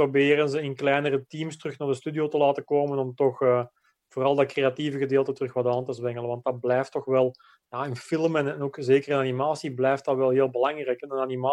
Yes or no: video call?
yes